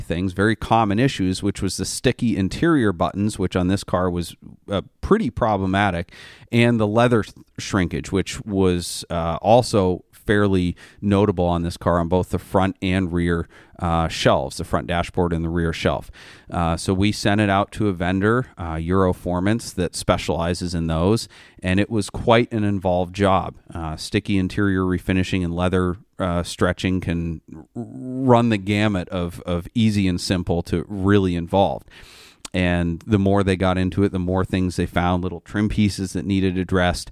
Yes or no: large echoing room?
no